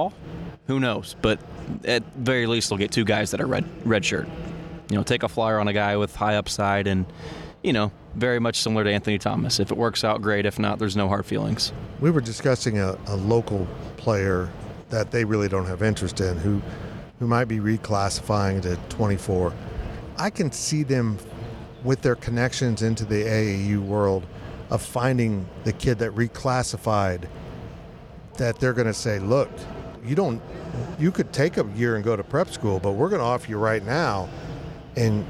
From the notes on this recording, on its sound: The annual Big 12 Media Days event in Arlington, Texas, and the Powercat Podcast crew is inside AT&T Stadium with the latest.